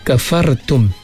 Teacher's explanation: Ra'mati sebelum dia berbaris di atas. Kita baca dengan tebal. Kafartum. Mim mati jumpa dengan waw.